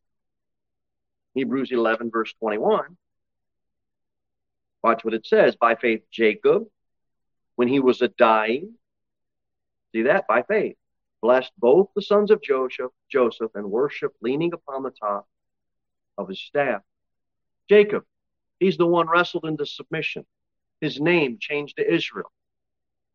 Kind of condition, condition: setting, large echoing room